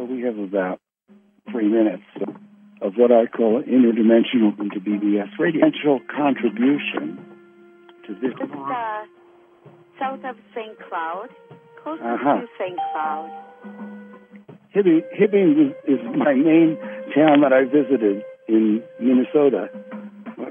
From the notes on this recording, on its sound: Conference Call LIVE, November 15, 2021.